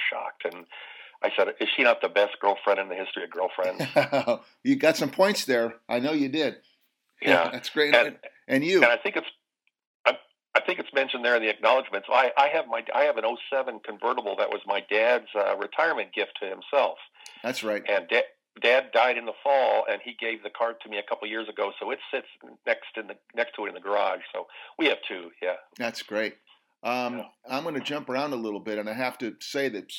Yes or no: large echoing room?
no